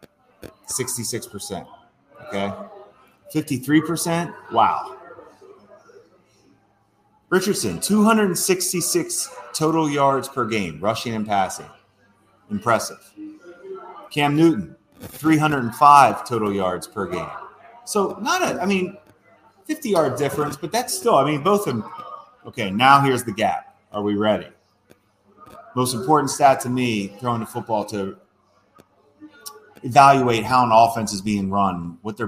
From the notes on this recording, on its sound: I discuss live at Fattey Beer Company in Hamburg